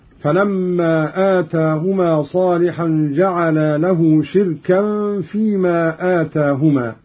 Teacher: قرأ قالون بكسر الشين وإسكان الراء وتنوين الكاف وترك الهمز